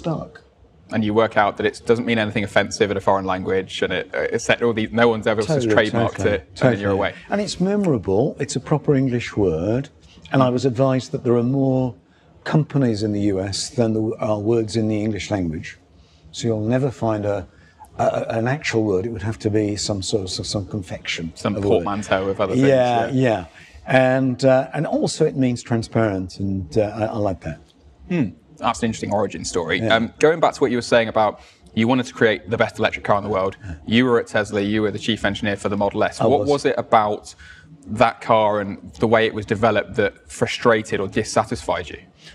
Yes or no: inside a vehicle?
no